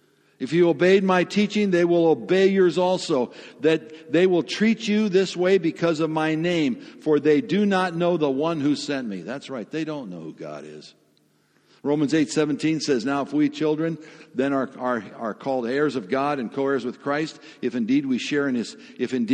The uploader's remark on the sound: Sermon audio from FIBC Copenhagen